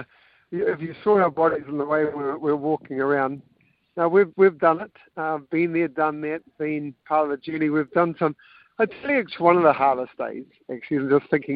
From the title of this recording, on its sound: LIVE from the road